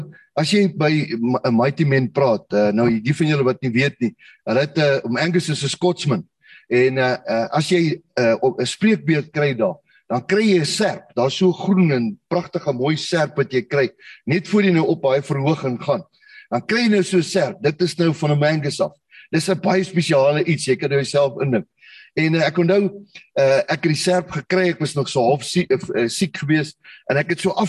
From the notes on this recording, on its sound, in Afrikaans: Zoom Byeenkoms 22 Maart 2022